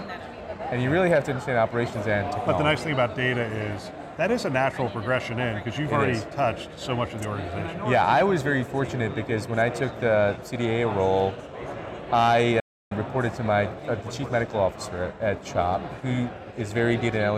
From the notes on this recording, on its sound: Interview in Action live from CHIME’s Fall Forum